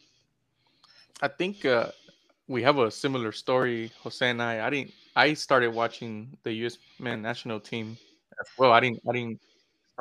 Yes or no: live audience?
no